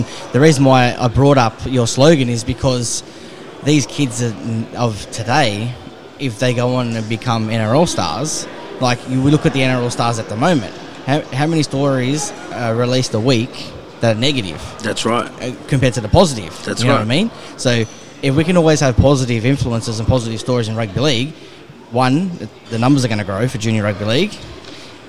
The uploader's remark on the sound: We head out to do a live podcast at Bankstown RSL.